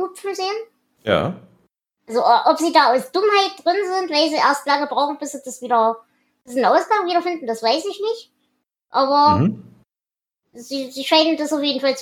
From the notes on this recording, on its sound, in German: Ein Transkript findet ihr diesmal nicht weil auphonic bzw Whispersync diesmal auch trotz mehrfacher Versuche nur Mist ausgespuckt haben. Da die 005 und 006 am selben Tag aufgenommen wurden und scheinbar den selben Fehler enthalten.